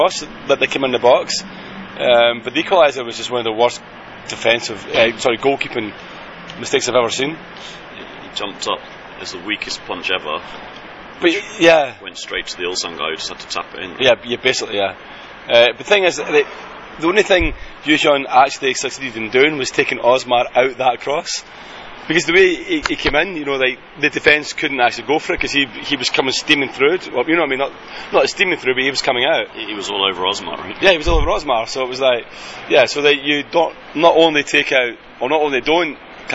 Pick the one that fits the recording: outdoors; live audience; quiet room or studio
outdoors